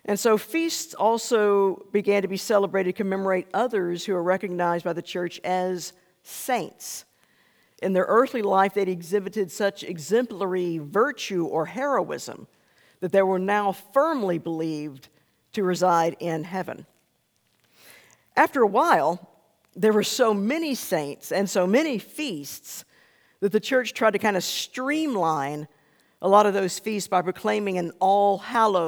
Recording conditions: large echoing room